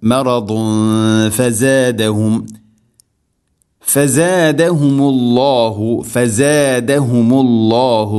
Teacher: ഇനി മറദു ഫസാദഹും, ഇവിടെ തൻവീന് ശേഷം ഫ തൻവീനിനെ അവ്യക്തമാക്കി മണിക്കണം · Term: ഇഖ്ഫാം ബിഗുന്ന